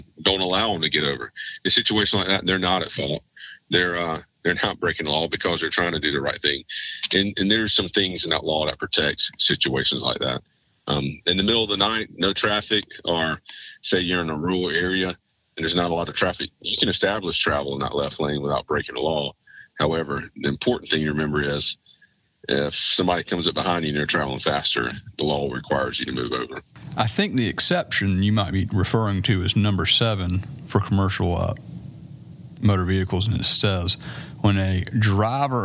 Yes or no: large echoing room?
no